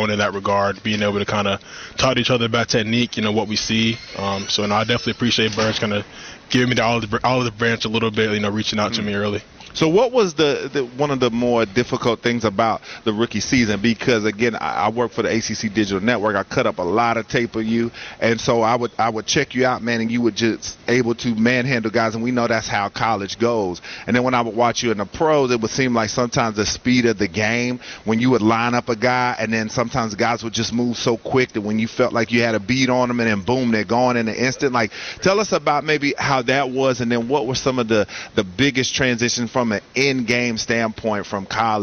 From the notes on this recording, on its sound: Get off the bus live from Panthers training camp.